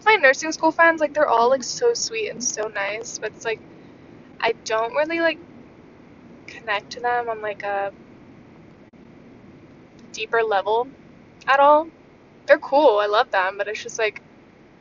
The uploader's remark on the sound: i almost got into three different car accidents while recording this episode.